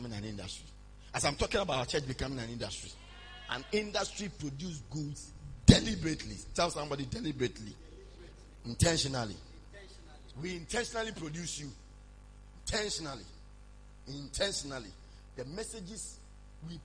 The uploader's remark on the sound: Preached at morning Glory Service